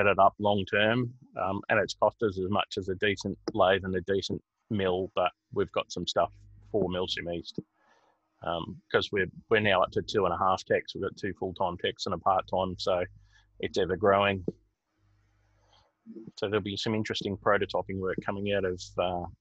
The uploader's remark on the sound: zoom chat with 3 phones in questions and an AMA section